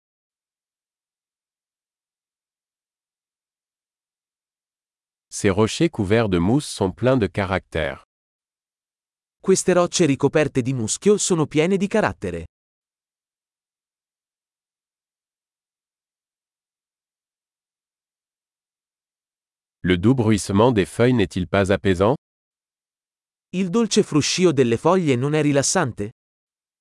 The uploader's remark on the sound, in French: Le bruit du murmure du ruisseau est thérapeutique.